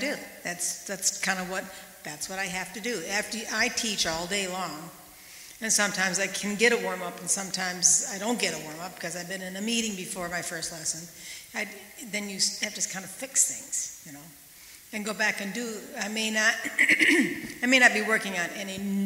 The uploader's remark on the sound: Recorded at the 2019 Western Horn Festival.